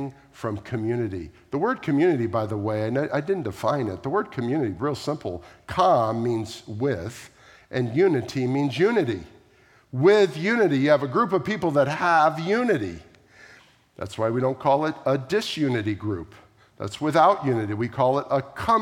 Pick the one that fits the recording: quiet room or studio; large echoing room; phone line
large echoing room